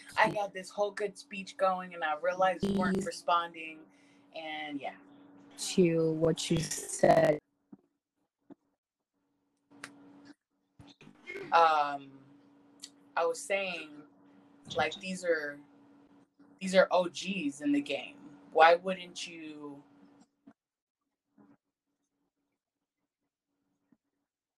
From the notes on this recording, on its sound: disregard the audio Anchor has been acting up and not allowing me to edit